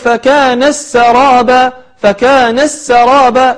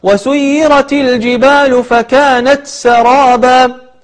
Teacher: تظهر التاء ولا تدغمها وتدخلها مع السين · Shown in: second take